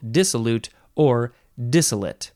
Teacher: emphasize the first syllable